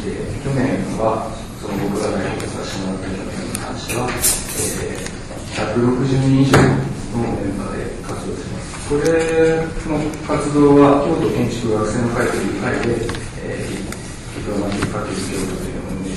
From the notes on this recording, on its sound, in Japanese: …研究室作品展「the horizon」公開収録。今日は、京都で行なわれている京都大学…研究室の展覧会会場から公開収録を行ないます。